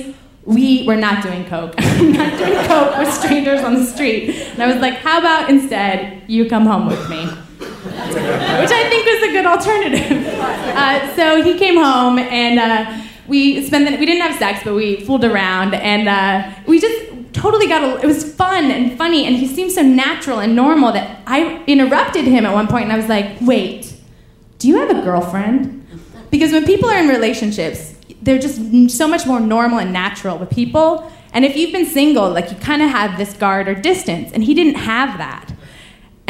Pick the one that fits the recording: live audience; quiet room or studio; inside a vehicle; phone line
live audience